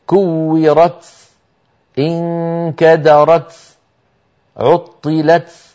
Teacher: وسبب هذا أن المتكلم بهذا النطق الذي نطقته الآن بعد أن قرع بطرف لسانه مخرج التاء نزل مباشرة إلى الصفحة الداخلية للثنايا السفلى للأسنان السفلى